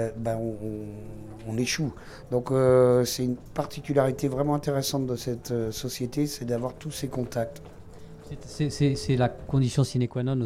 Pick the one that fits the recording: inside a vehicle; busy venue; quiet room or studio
busy venue